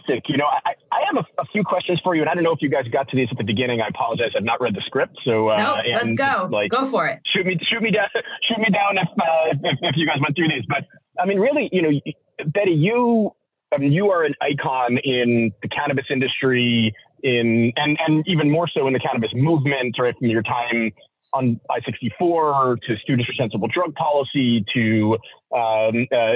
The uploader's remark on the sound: our first ever surprise call-in where a special guest phoned into our recording